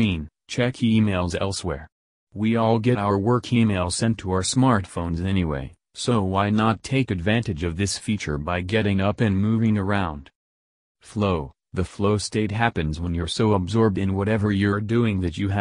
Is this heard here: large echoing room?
no